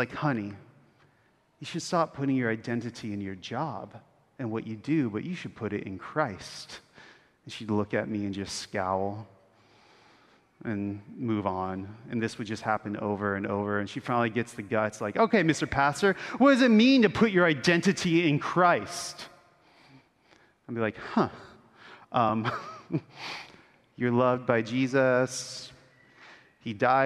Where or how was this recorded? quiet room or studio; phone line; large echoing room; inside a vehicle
large echoing room